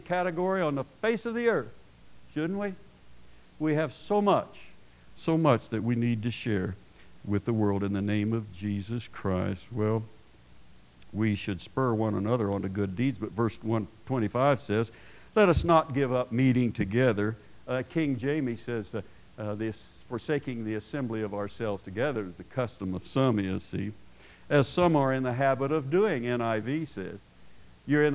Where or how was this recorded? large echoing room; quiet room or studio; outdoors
large echoing room